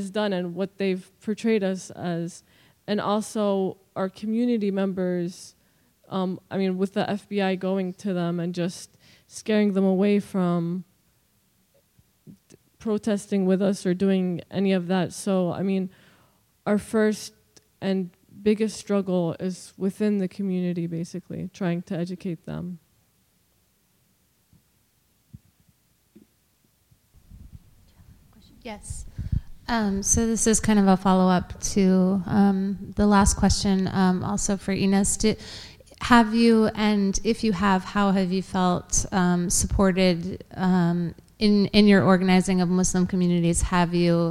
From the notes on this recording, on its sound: Discussion in Plenary. Plenary at DWN's 2016 conference.